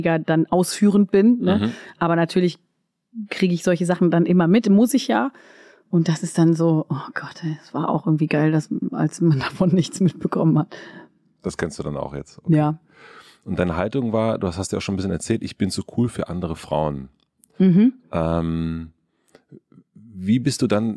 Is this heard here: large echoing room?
no